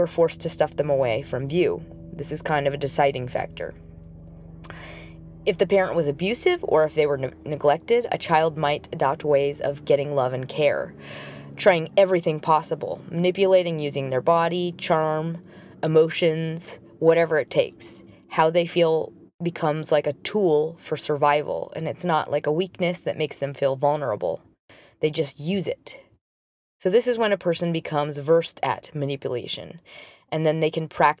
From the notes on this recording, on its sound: Apologies for the background sounds - I recorded this after work in the car so there are helicopters around me!